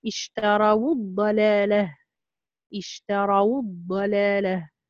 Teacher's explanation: إذا واولين هنا تضم، اشتروا الضلالة اشتروا الضلالة، إذا الحكم هنا التحريك بالضم، تضم واولين للجمع